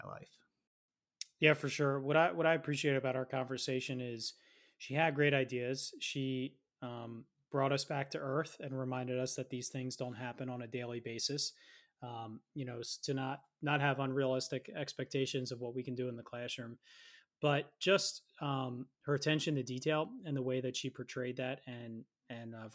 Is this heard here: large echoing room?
no